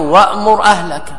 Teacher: أن تبدل الهمزة الساكنة حرف مد من جنس حركة ما قبلها، فتبدل ألفا بعد الفتح نحو وأمر أهلك، هذه همزة ساكنة بعد ماذا؟ بعد فتح · Term: الإبدال